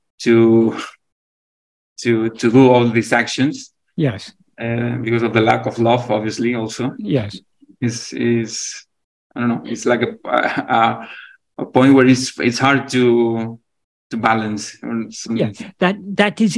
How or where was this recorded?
video call